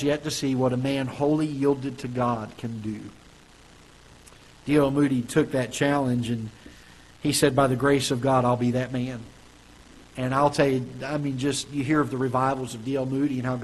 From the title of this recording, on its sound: Ketha Heights Baptist Church ~ Live Broadcast